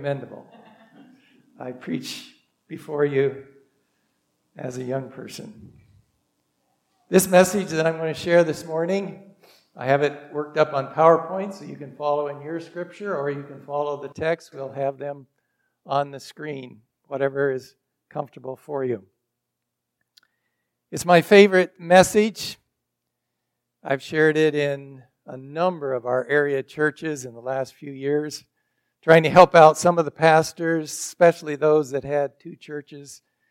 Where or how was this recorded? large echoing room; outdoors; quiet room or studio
large echoing room